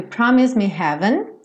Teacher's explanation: Esse promise, também o E não é pronunciado. Esse S tem um leve som puxadinho pro Z